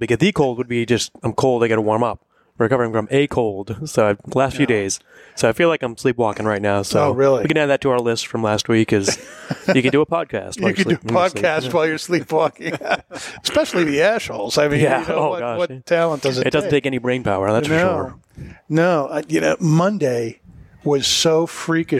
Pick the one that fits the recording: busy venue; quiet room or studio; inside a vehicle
busy venue